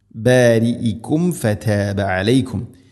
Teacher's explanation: രണ്ട് ചുണ്ട് തമ്മിൽ തട്ടിച്ച് മീമിനെ പൂർണ്ണമാക്കണം.